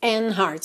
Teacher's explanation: E facilita ligar o N já no hearts